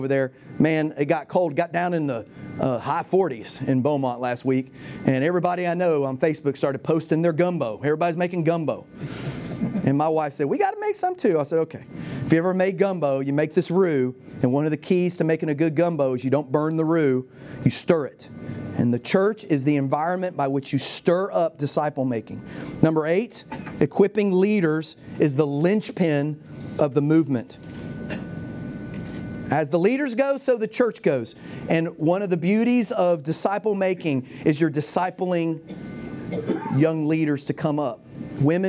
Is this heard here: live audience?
yes